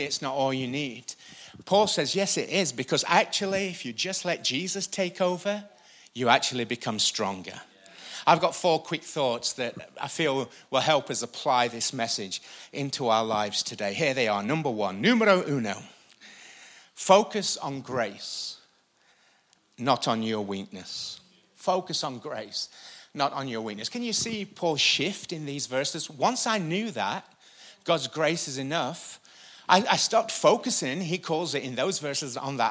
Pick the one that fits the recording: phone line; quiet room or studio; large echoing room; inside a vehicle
large echoing room